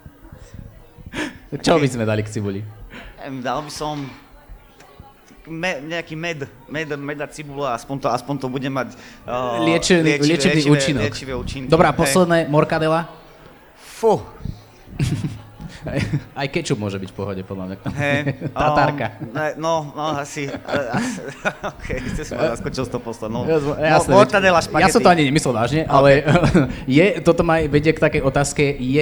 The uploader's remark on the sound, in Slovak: vznikol na festivale Učiaca sa Trnava v októbri 2021